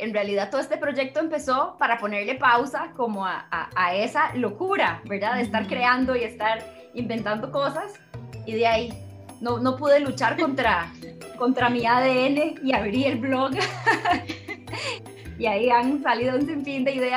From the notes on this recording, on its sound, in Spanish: nos pusimos a conversar vía Zoom